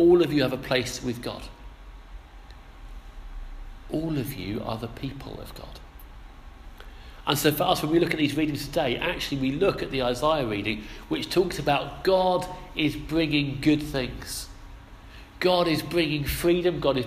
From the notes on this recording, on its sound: Our sermon from the 11am service